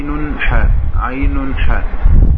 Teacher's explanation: في وسط الحلق عين حاء